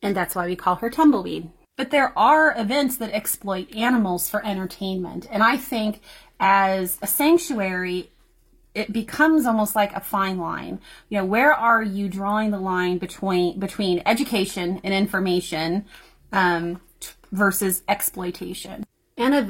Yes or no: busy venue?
no